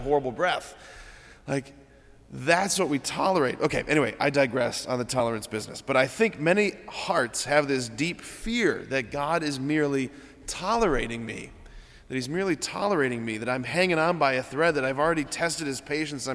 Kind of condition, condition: setting, large echoing room